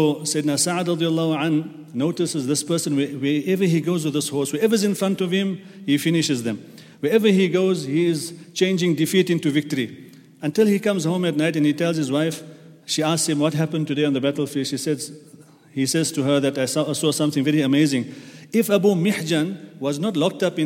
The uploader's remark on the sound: at the Houghton Masjid (West Street)